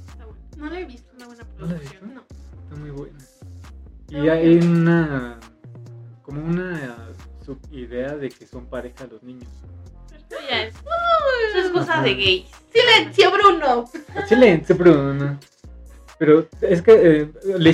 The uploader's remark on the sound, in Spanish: Una disculpa por la fallas de origen, a una persona de este grupo le encanta utilizar iPhone en todo momento y no sabíamos que esto provoco interferencia